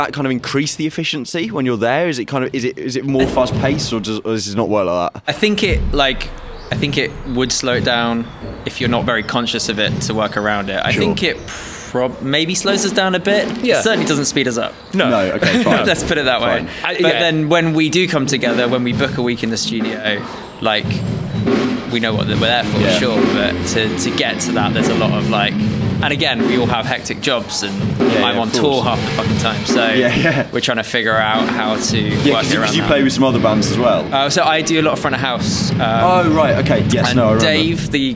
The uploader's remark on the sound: So, where better to find a bunch of musicians and industry professionals than at a gig? He invited us down to do some interviews with an incredible lineup of bands during their soundcheck. Portable Interface: Zoom Podtrack P4. Zoom Microphone kit. Headphones: Audio Technica M50x.